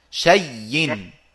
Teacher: تبدل شيء وبعدين تدغم الياءين في بعض فتصير مشددة شيء ولما نقف نقف طبعا بدون تنوين نقف بالسكون فتصير شيء · Term: الإبدال مع الإدغام